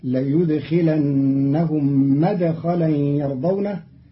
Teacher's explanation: قرأ قالون مدخلا بفتح الميم